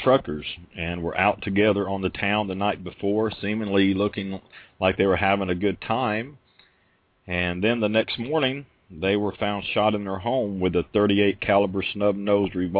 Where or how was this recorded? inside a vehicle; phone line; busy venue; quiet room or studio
phone line